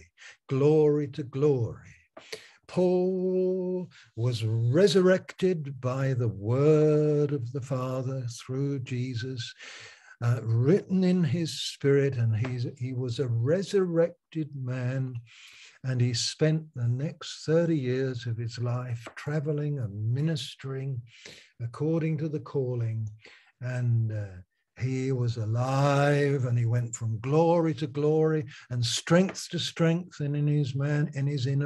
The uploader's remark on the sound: Malaysia Meets (Zoom)